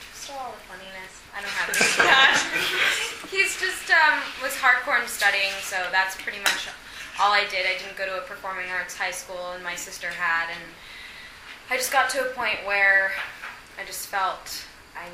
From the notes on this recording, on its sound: Here’s an audio interview conducted in a room full of reporters. While all 15 of us got to ask 2 questions each.